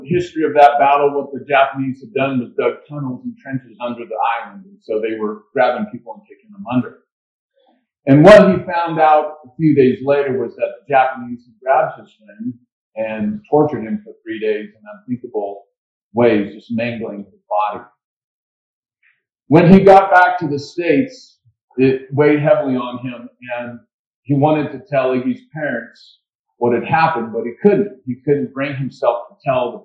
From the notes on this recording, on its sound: Waypoint Christian Church. Sorry about the audio quality, we had some mic issues.